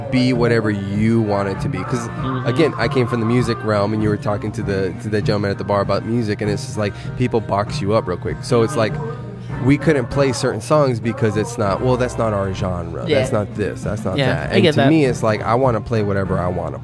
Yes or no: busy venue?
yes